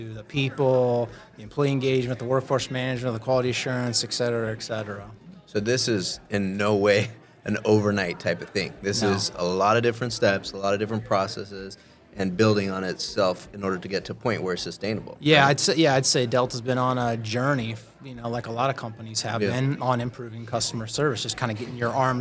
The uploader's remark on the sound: SOCAP Spring Symposium Podcast Booth '23